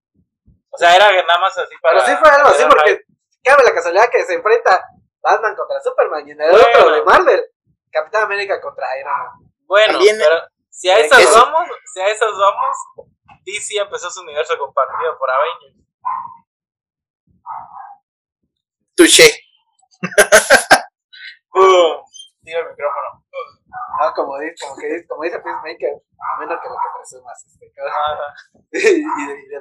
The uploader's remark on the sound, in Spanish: Con problemas de audio pero seguimos